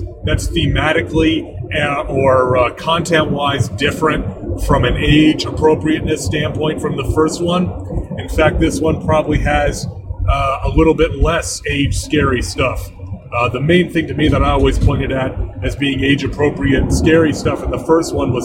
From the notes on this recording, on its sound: The audio is not up to my normal standards since I was recording in the mobile studio.